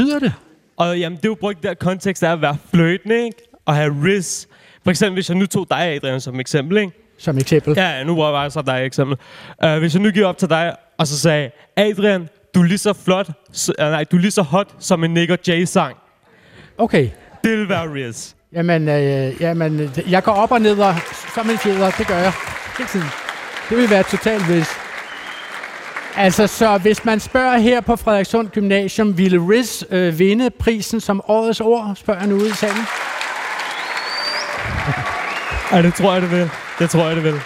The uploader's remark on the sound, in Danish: Årets Ord kåres live foran 300 gymnasieelever i Frederikssund.